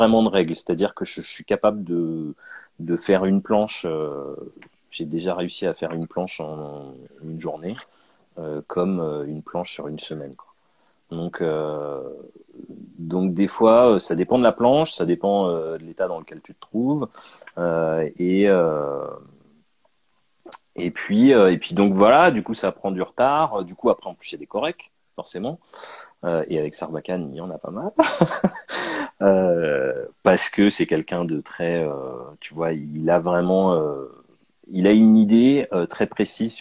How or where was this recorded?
video call